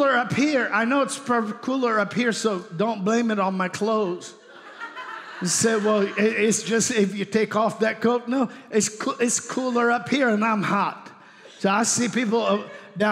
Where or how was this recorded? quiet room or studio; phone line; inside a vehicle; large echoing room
large echoing room